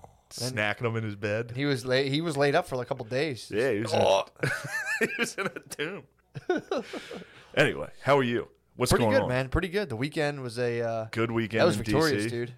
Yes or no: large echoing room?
no